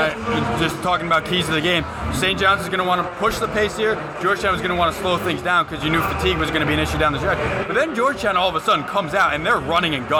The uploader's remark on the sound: live from MSG